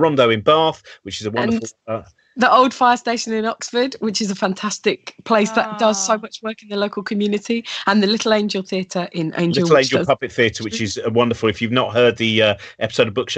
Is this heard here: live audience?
no